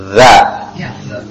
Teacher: za itu lidahnya bukan di belakang gigi, bukan za, bukan juga dengan langit-langit za, tapi dia dengan ujung gigi yang atas